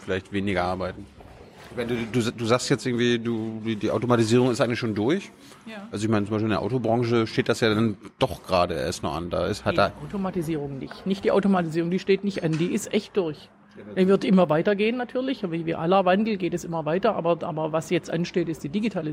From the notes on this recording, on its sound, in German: September 2019 in der Berliner Buchhandlung Ocelot (Brunnenstraße) aufgezeichnet.